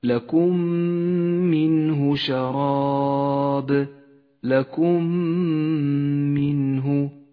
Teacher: تعالى لكم منه شراب لكم منه الميم الساكنة وبعدها الميم المتحركة تدغم الميمان مع بعضهما فتصيران ميما واحدة مشددة تحتاج إلى غنة بمقدار حركتين · Term: الإدغام الشفوي